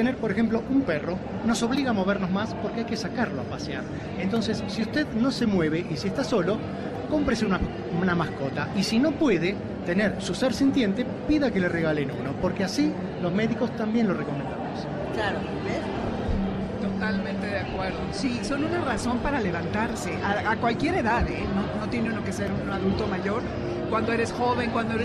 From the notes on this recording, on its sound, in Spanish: Desde El Festival Del Adulto Mayor 2022. Este sábado transmitiremos en vivo desde el WTC en el marco del Festival del Adulto Mayor.